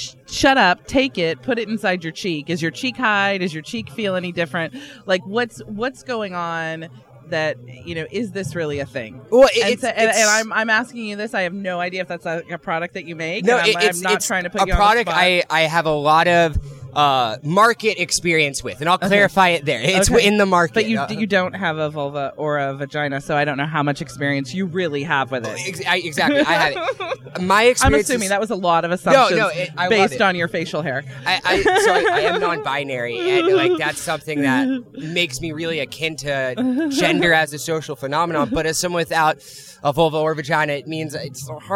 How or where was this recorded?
busy venue